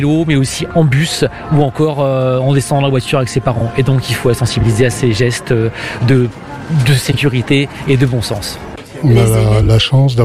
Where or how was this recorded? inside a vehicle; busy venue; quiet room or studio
busy venue